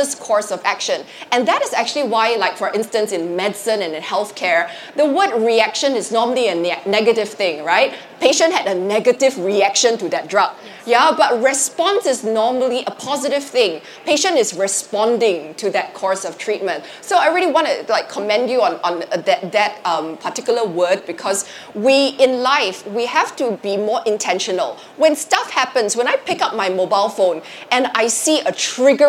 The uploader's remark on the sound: Live From SG Fintech Fest. In our first LIVE episode.